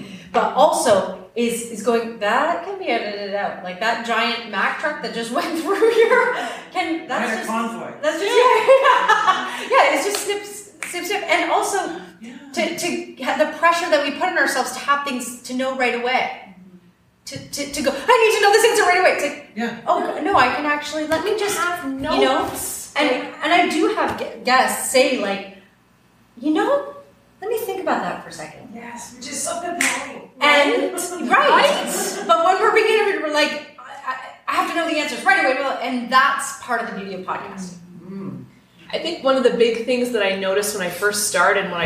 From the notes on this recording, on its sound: AACE Conference Workshop Live Recording. This is the live recording of my workshop at the AACE (Association of Acting Coaches & Educators) conference!